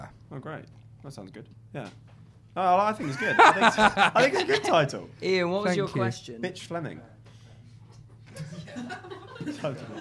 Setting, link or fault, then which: setting, live audience